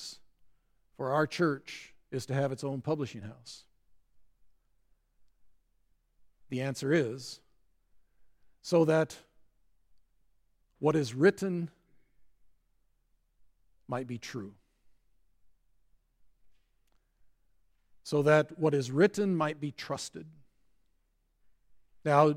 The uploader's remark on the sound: at Grace Evangelical Lutheran Church, Lexington